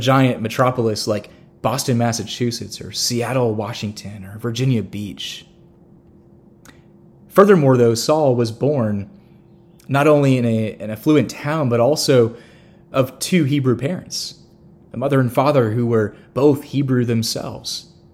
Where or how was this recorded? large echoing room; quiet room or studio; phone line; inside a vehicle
large echoing room